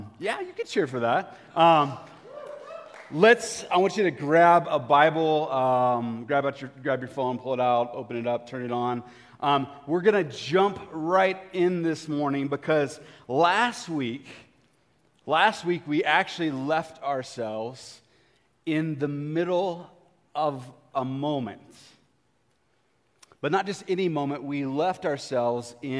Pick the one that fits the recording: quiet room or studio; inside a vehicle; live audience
live audience